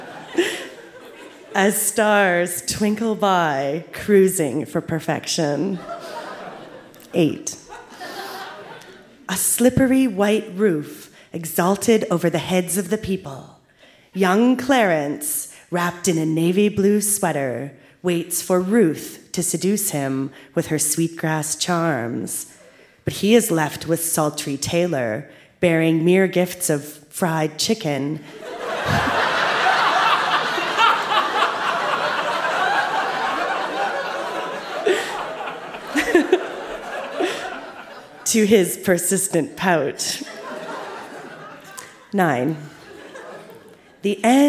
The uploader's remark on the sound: Recorded live at the Cosmo Seniors Center as part of Winterruption 2017.